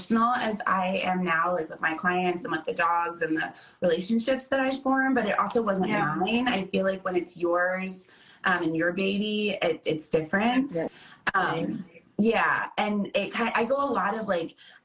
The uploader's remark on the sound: This episode was downloaded and recorded on Instagram live so please mind the audio.